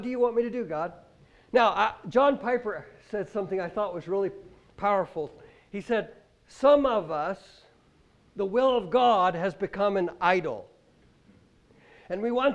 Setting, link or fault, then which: setting, large echoing room